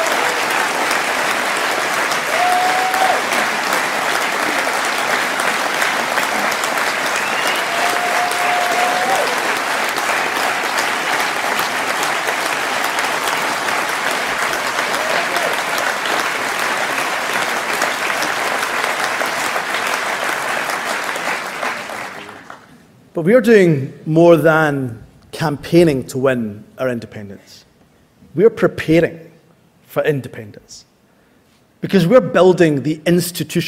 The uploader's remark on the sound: speech from SNP Conference Oct 2023